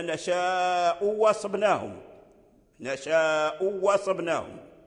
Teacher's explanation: إذن أبدلنا الهمزة الثانية واو، لا يدخلها تسهيل هنا، لا يدخلها تسهيل، لأن التسهيل يتعذر هنا، وأن الهمزة مفتوحة وقبلها مضمومة، التسهيل هنا يتعذر لغة وقراءة. · Term: البدل